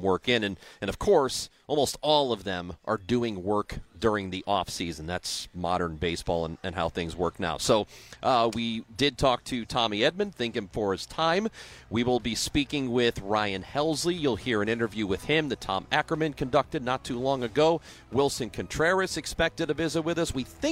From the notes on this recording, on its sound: live from Cardinals Care Winter Warm Up at Ballpark Village.